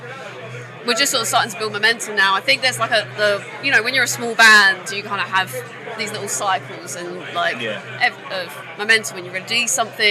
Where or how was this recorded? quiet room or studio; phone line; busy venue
busy venue